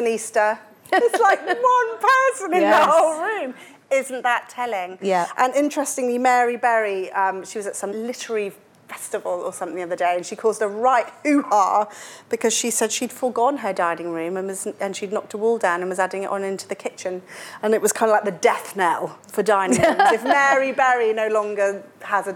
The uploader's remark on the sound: Live from Dublin!